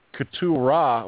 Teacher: Ketura with a trilled R.